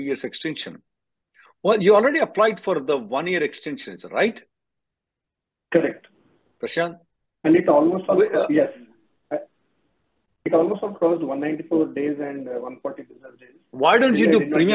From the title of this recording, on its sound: Conference Call Jan 4th 2024